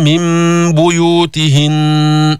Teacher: قلبت النون الساكنة ميما عند الباء